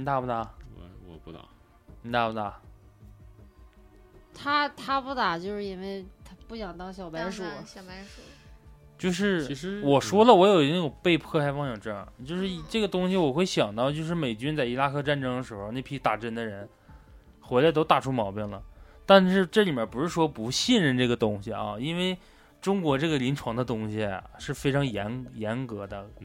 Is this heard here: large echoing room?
no